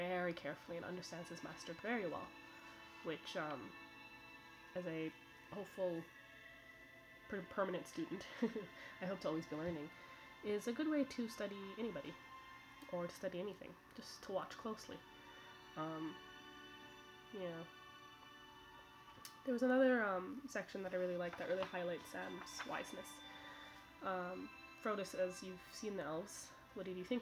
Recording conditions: uneven or low level